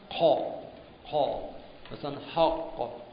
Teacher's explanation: موقع قاف که از ناحیه زبان کوچک تلفظ میشن، قا، قا، مثلا حق، یا کاف رو گفتیم مالکه، نگیم مالک یوم الدین، یکی از این اول دهن میشه، غلطه.